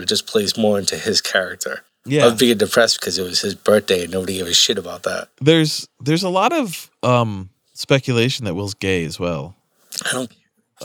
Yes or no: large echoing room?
no